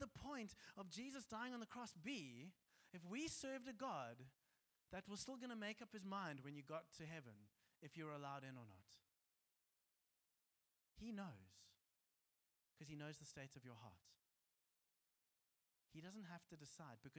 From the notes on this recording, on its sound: Joshua Generation Church Milnerton congregation